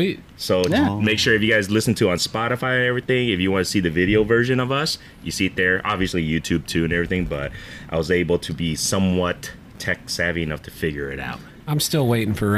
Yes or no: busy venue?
yes